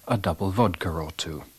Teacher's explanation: And we have intrusive R in the phrase a double vodka or two.